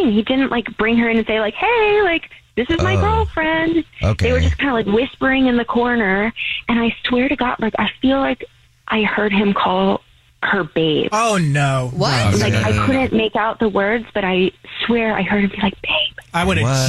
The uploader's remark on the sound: There is a woman on the phone